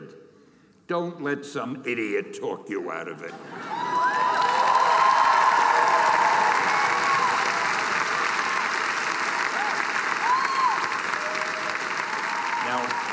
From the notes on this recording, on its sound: Keynote at the 2017 Graduation Ceremony